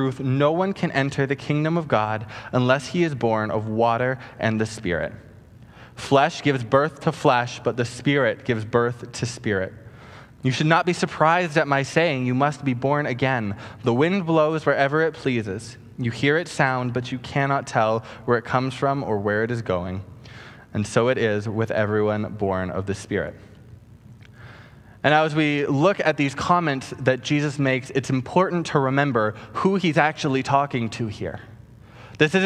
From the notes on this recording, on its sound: Preached on August 2, 2020 at Harbour Fellowship Church